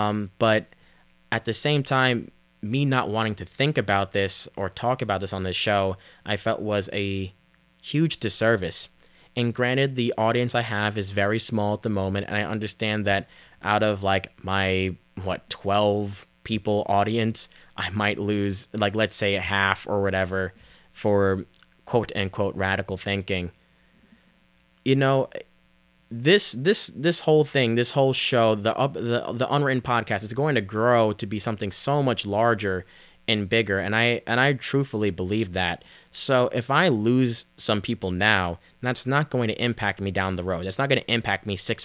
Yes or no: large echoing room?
no